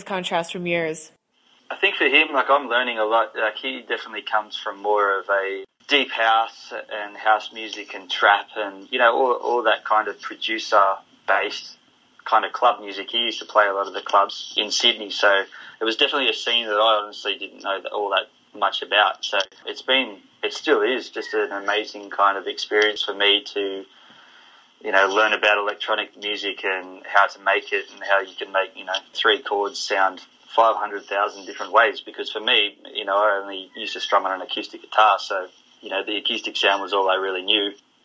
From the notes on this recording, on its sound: on the phone for this exclusive interview